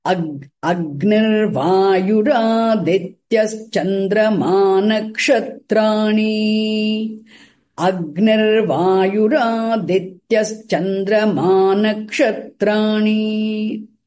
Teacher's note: How Visarga becomes Repa, make a note.